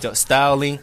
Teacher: 尽管他这个前面这个 styling 应该是后鼻音、就是 styling 那种感觉，但是他在发音的时候呢他是比较靠前的